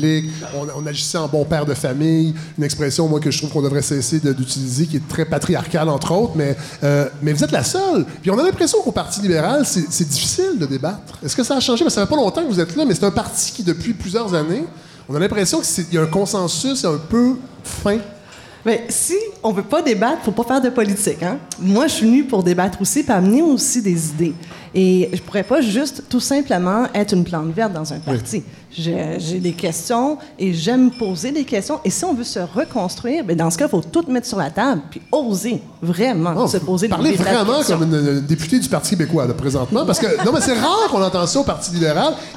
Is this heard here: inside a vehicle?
no